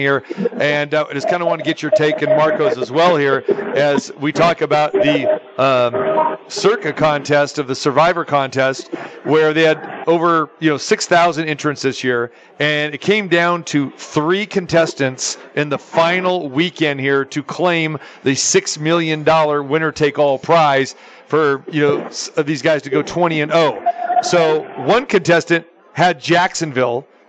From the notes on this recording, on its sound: Joins live from SoFi Stadium. How the crowd is looking.